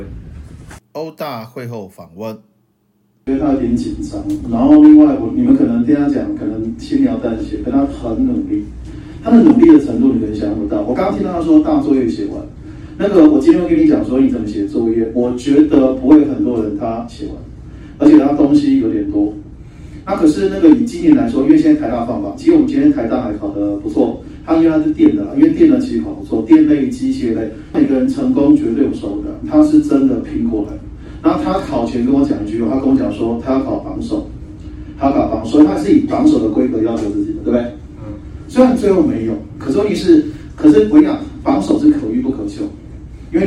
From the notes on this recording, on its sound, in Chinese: 課堂分享錄音, 聲音並不是好, 還請見諒